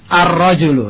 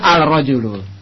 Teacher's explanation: Masuk ke dalam huruf setelahnya ra Ar-Rajulu. Dia tidak dibaca Al-Rajulu. · Shown in: first take · Term: Syamsiyah